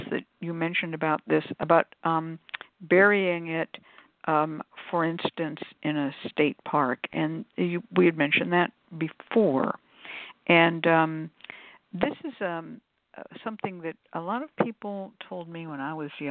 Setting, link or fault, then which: link, phone line